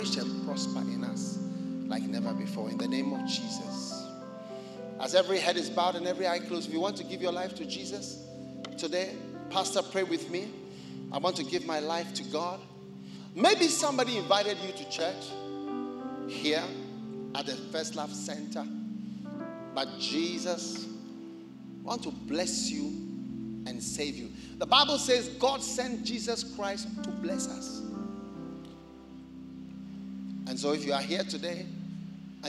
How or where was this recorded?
large echoing room